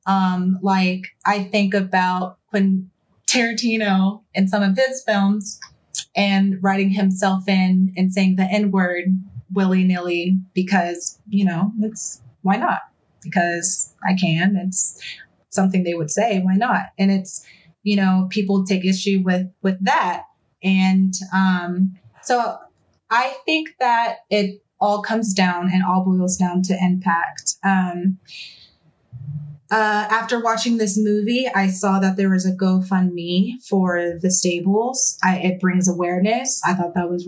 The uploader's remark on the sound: Powered by Zoom, Skype, QuickTime, Adobe Audition, & Adobe Premiere Pro.